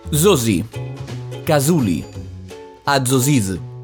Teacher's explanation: Les S sempre seran sonores.